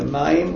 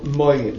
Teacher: patach, a, is a short vowel, whereas kamatz, o, in the Ashkenazi pronunciation, is a long vowel. · Term: pausal form